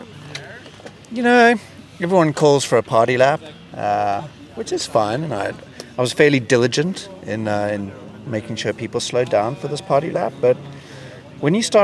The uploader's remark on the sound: Live from O-Cup #3, Baseball Cross.